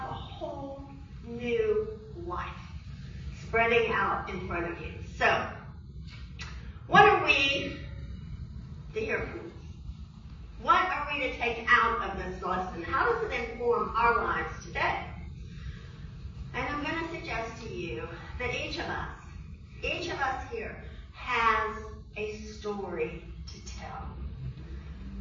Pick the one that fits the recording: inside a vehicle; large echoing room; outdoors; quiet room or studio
large echoing room